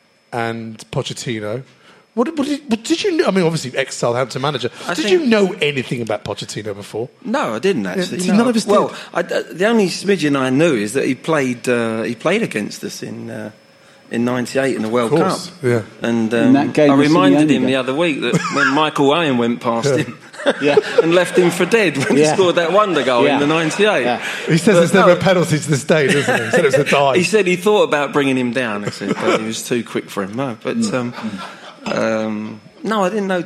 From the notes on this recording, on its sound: On tonight's Christmas show live from Dingwalls Camden. Recorded that night in the presence of 200 members of our Spurs Show family.